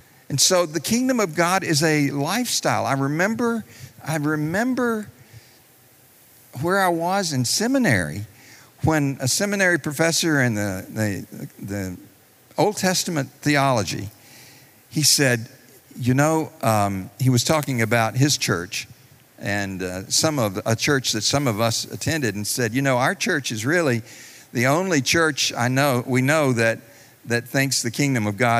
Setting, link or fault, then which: setting, live audience